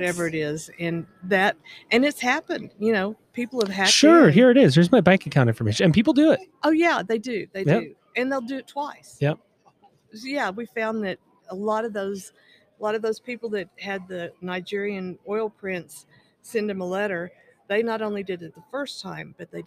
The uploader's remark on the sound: Live from Ellucian Live 2022. Recorded LIVE & in-person at the Ellucian LIVE Conference 2022.